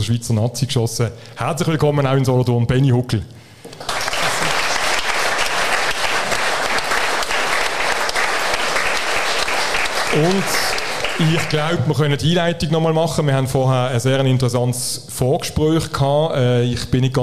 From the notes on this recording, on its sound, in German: beim ersten Podcast-Live-Event in Solothurn